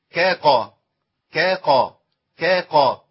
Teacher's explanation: الكاف والقاف جنب بعض في المخرج وفي شبه بينهم